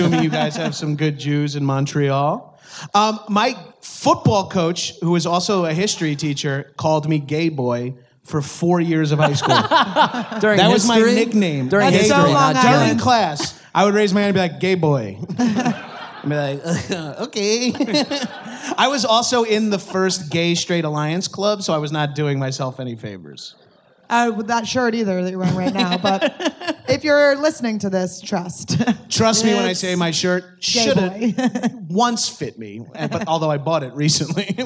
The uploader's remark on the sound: LIVE at Just For Laughs